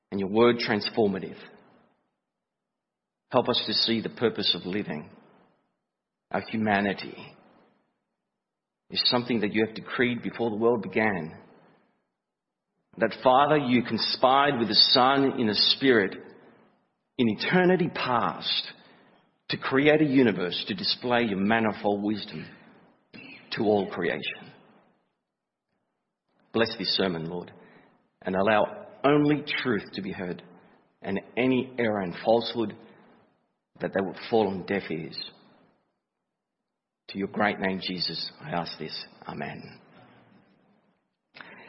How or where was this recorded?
large echoing room